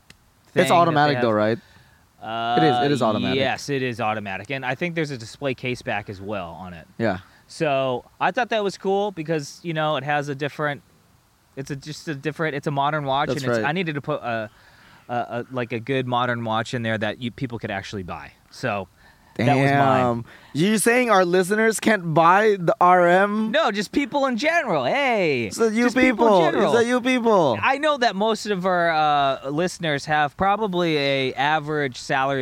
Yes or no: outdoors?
yes